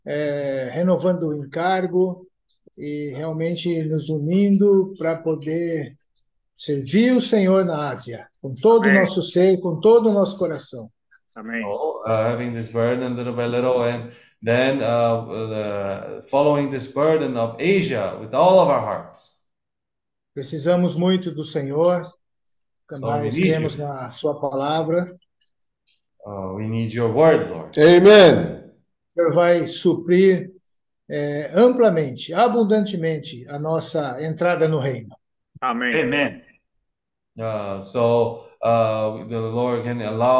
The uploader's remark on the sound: Zoom meeting.